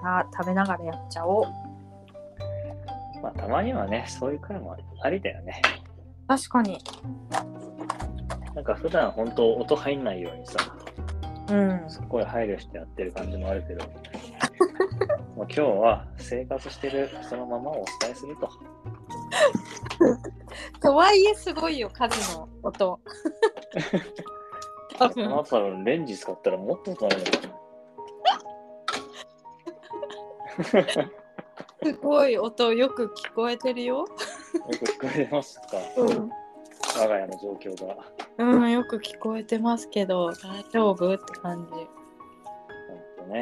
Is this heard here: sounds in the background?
yes